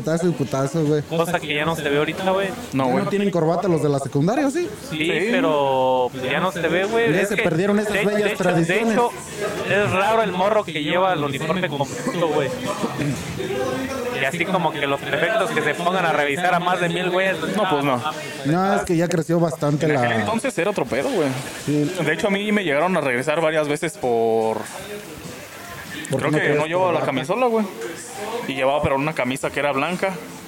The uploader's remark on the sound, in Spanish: En Vivo desde Jabaly Drink